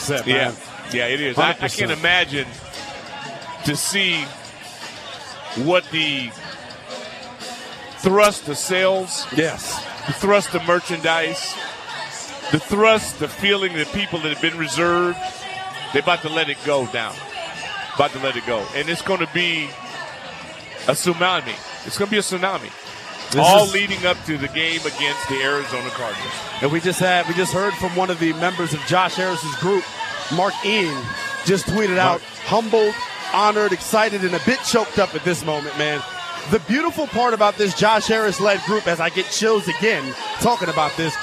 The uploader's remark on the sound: Live from the Burgundy & Sold Party.